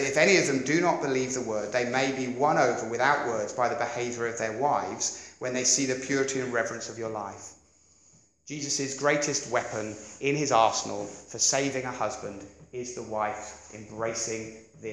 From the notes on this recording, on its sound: Preached 30th Oct 2016 at Beacon Church